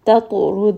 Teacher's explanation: ta here is going to be heavy. It is a permanently heavy sound. And it is also a letter of قلقلة.